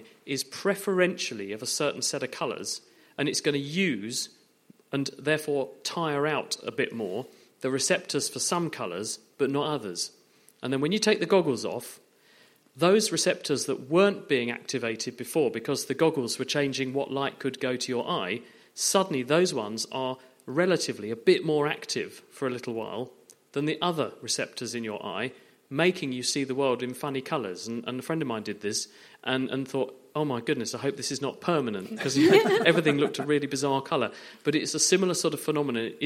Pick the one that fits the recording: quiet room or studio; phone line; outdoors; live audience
live audience